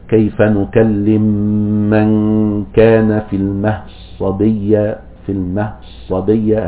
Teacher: هناك طبعا في بعض القراءات فيها الاختلاس، مش في حالة الوقف، ولكن مثلا في حالة الإدغام في قراءة أبي عمرو بيكون عنده الاختلاس اللي هو النطق بثلثي الحركة، زي مثلا قالوا كيف نكلم من كان في بالنسبة لكلمة في المهدي صبية، فهو بيدغم الدال في الصاد